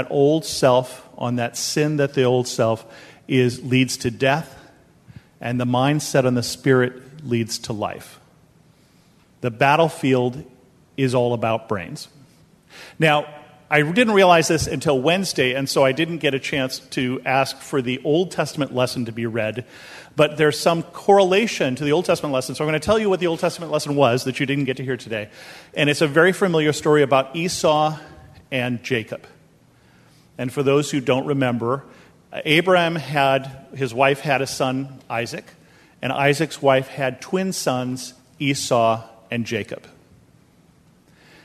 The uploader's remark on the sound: This episode is a sermon that I preached at Bethel Lutheran Church in Cupertino, California.